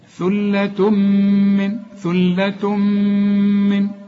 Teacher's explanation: التنوين اللي بعده ميم، ادغم ادغام كامل بغنة واقفل شفايفك هنا، ثلة من، ثلة من، من الأولين، كل الحروف هي مرققة، مرققة.